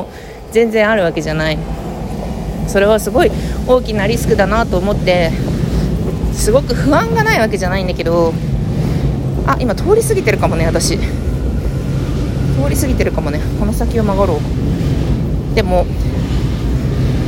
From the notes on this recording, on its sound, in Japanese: 武蔵小杉を歩きながらしゃべっています。